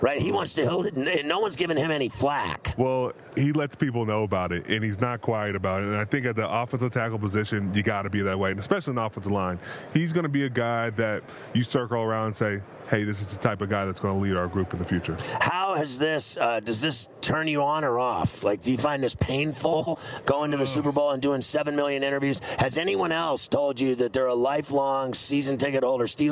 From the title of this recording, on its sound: Live From Radio Row in Las Vegas!